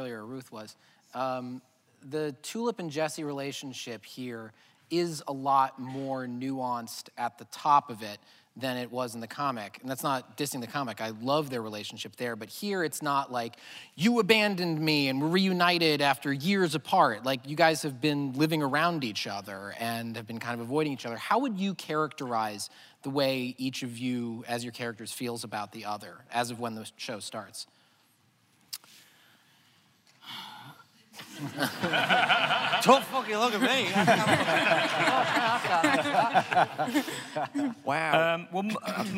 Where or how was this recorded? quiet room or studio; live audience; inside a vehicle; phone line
live audience